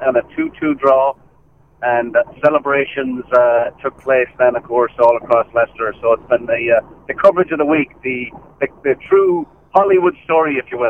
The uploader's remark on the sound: live from PJ O'Brien's